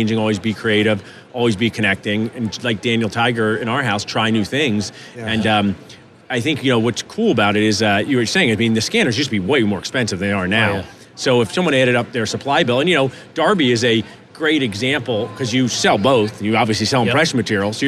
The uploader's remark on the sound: live from the Darby booth at the GNYDM 2019